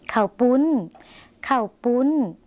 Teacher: คำว่าข้าวหมายถึงข้าวในภาษาไทยนะคะแต่ในภาษาลาวออกเสียงสั้นค่ะ